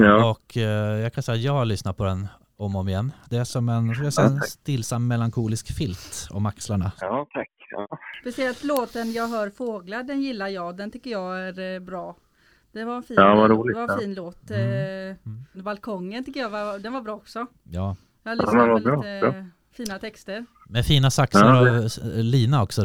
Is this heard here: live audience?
no